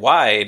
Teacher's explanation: The word wide is only one syllable, but you can hear how the long I is two sounds, but in a southern accent, it's mostly the first sound.